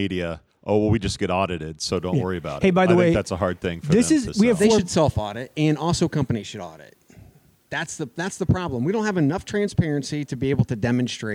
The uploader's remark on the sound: Live from the Detroit JOY Roadshow stop.